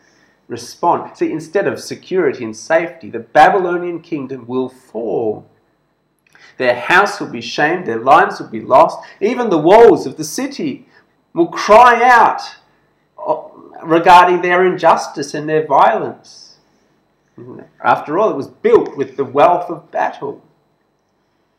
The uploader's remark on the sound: This sermon was preached at BEM Kuching Evangelical Church on 17th October 2021.